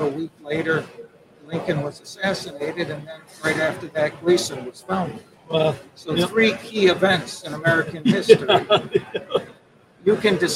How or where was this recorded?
busy venue